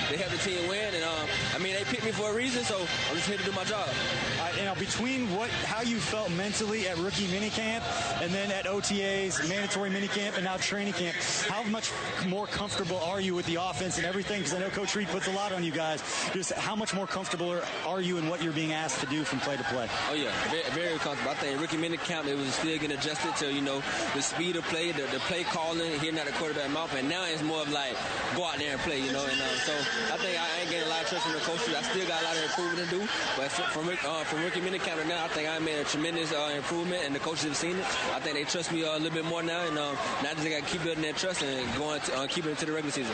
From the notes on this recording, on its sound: live from Arrowhead.